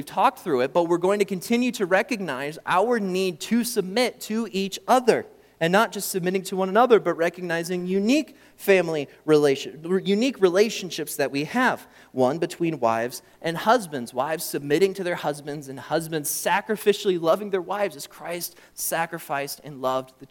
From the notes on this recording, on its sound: during the Morning Worship Service on Sunday, April 16, 2023, at Calvary Baptist Church in Battle Creek, Michigan